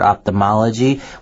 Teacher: the TH there is more of a T, a soft T sound.